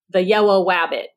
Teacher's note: There is a clear substitution of a W for an R and an L. · Term: gliding